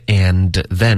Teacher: 我们把 and 弱读成 n